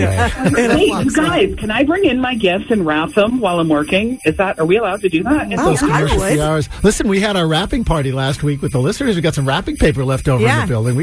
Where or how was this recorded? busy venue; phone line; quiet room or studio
phone line